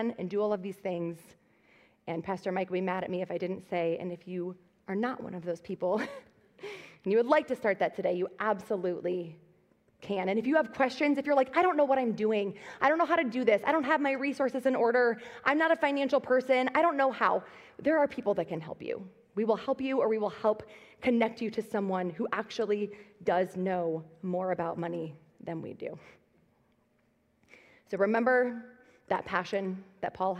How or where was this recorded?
large echoing room